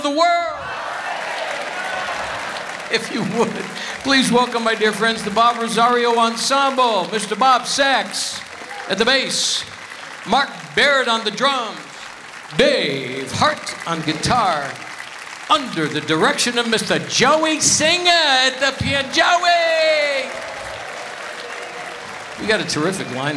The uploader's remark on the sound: Live at the SouthPoint Casino